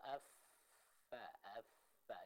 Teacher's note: Jadi bibir bagian dalam yang bawah ketemu sama gigi seri bagian atas. Ini makhraj atau tempat keluarnya dari huruf fa.